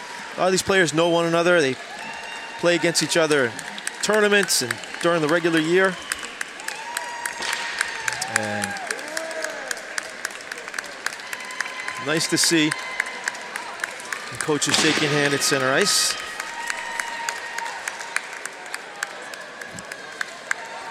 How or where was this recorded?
busy venue